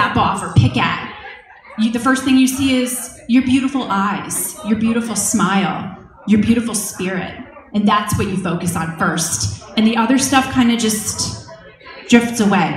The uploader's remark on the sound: In this podcast episode, I share a talk I recently gave at the 2nd Annual Diva Girl Philly Conference at the University of Pennsylvania.